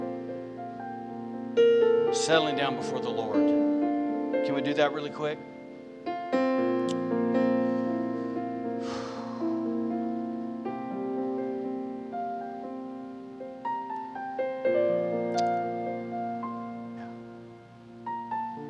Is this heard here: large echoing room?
yes